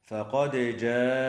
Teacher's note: يجب إظهار الدال مع قلقلتها